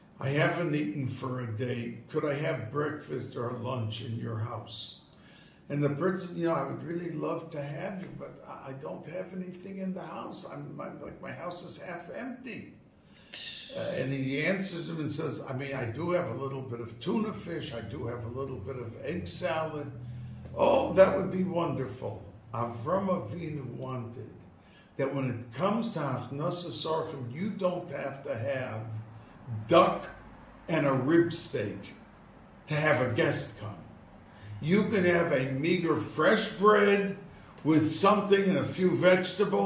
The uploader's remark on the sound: Recorded Live on Tue Nov 1, 2022